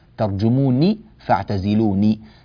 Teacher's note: أن النون فيهما نون مكسورة وليست نونا مفتوحة